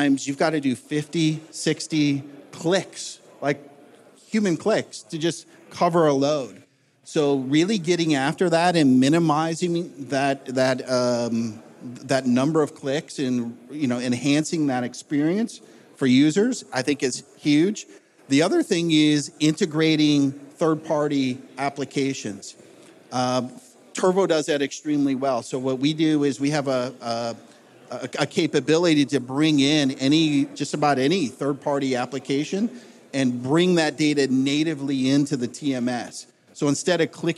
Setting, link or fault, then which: setting, live audience